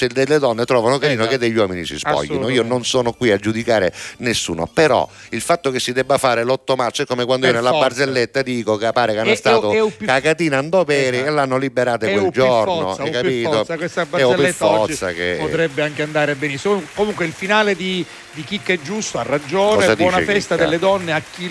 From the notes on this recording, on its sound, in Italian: Al telefono